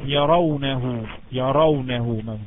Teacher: يرونه مفخمة عشان مفتوحة